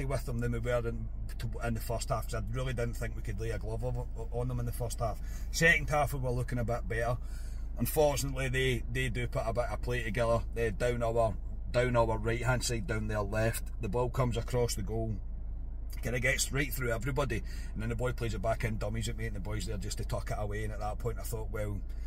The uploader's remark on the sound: Bring reaction from the car.